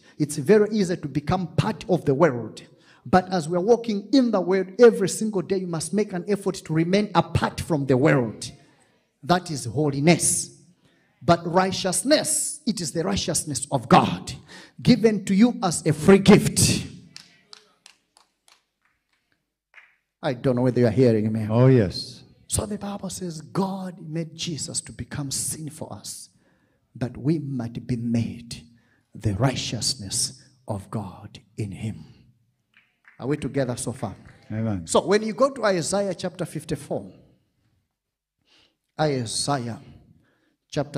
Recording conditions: live audience